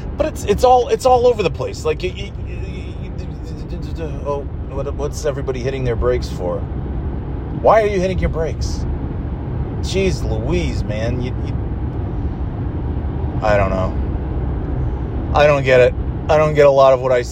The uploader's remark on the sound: Monday Night Driving Podcast. Driving home from therapy and chattin' it up about traffic and more thrilling topics.